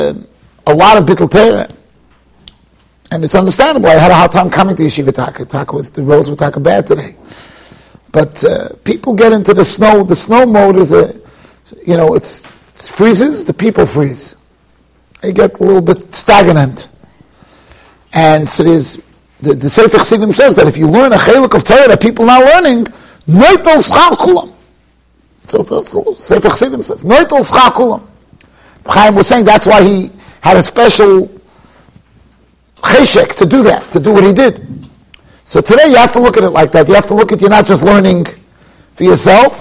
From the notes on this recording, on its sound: Shiur recorded in Yeshivas Ohr Reuven, Monsey, NY.